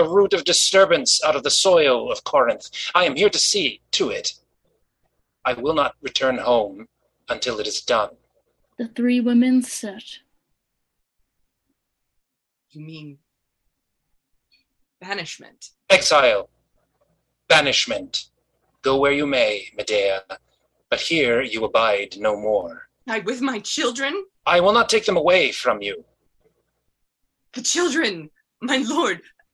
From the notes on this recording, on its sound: to read scripts over Zoom